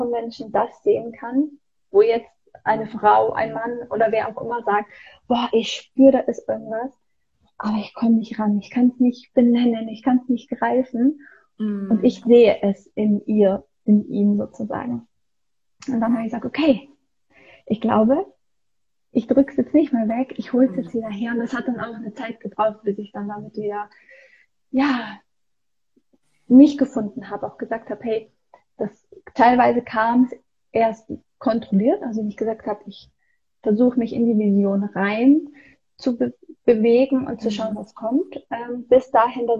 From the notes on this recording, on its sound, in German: es sind alles Mutmacher Geschichten, die ich auf live auf Instagram geführt habe